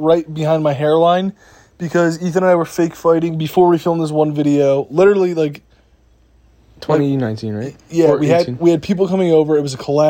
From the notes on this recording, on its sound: We’re back in Jersey for our mom’s birthday walking through the garden recording the podcast on our phones.